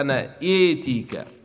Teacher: الإمالة هنا إيتيك للألف الواقعة قبل التاء